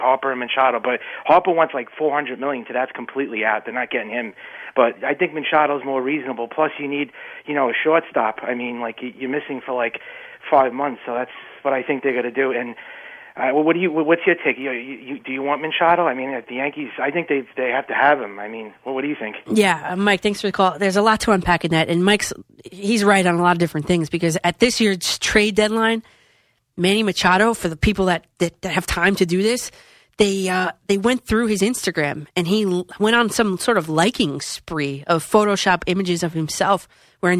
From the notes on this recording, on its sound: listener phone calls